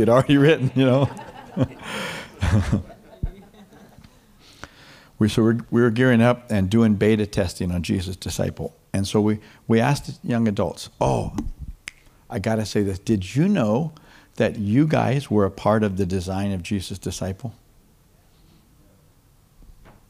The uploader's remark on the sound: Foursquare Centenary Conference - Day 2, Session 3